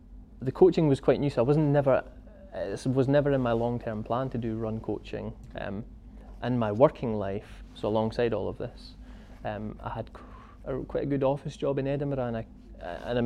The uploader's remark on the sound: whilst we were at Fort William Mountain Festival